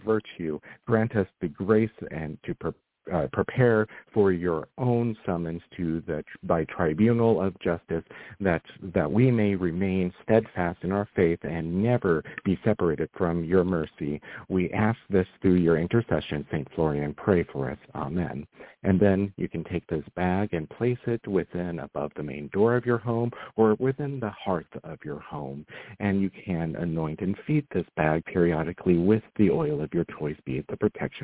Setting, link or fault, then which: link, phone line